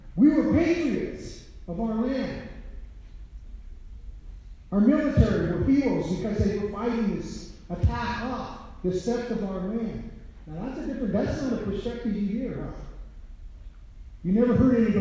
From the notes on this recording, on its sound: Recorded at North HS, lecture for all 10th grade students.